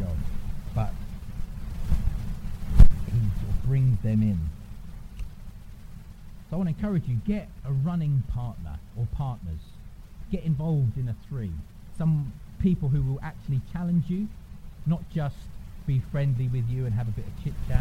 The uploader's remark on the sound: apologies for poor sound quality